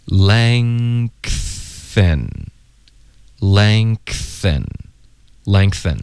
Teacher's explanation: 后鼻音要直接连发到 th 的时候中间会爆一个科 · 一个 N 后鼻音连到 TH 或者别的摩擦音呢就会爆一个 K 的音出来 · Term: 添加音